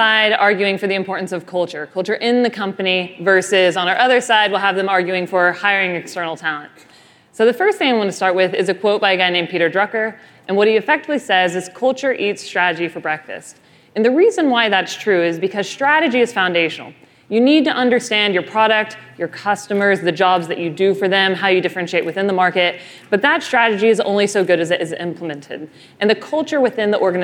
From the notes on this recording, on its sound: The F'in Debate - Live from Money20/20 Europe.